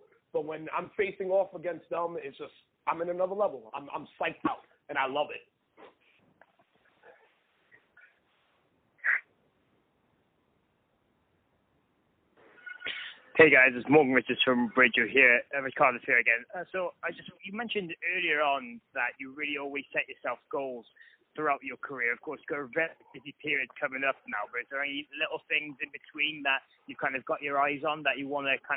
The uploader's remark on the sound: Media Teleconference Interview